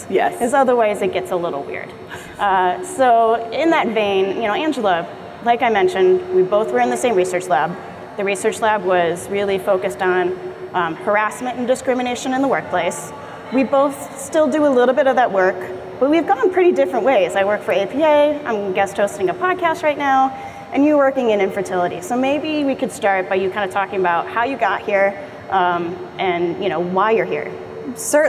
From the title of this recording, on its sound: Live from APA 2019